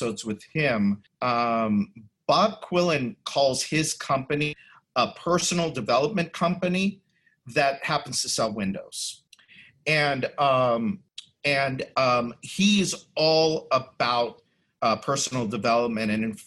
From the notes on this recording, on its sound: the audio from a special online event